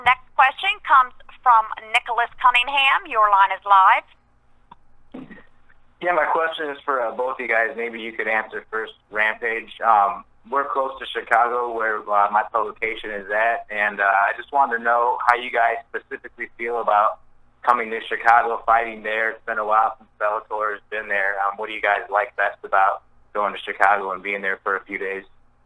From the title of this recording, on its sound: Media Conference Call